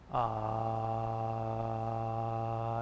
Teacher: you can feel the ah sound in the very back of the throat.